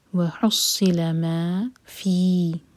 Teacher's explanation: فا کے نیچے کسرہ ساتھ میں یا تو دو حرکہ لمبا